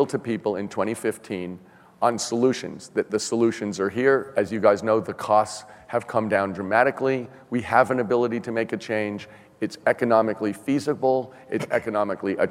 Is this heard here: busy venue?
yes